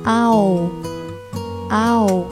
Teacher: 也就是从啊过渡到哦，啊哦。